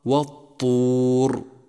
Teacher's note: فأقواها الطاء، وذلك لاتصافها بصفتين قويتين وهما الجهر والشدة · Term: إطباق